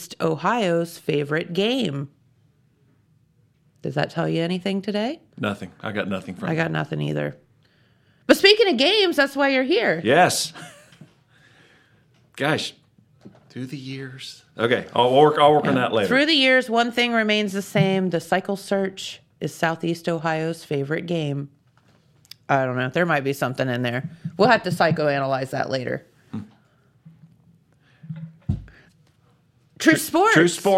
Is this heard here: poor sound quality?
no